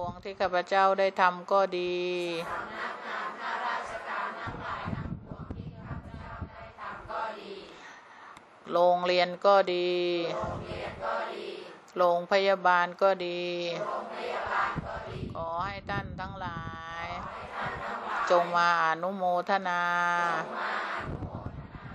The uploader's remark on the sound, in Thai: เสียงอัดธรรมมะจากเครื่องบันทึกเสียงของคุณแม่